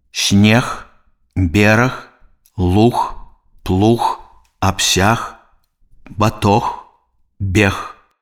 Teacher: Звонкі зычны «г» на канцы слова аглушаецца і вымаўляецца як «х».